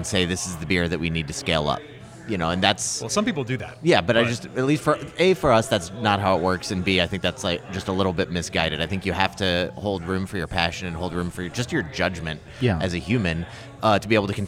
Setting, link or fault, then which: setting, busy venue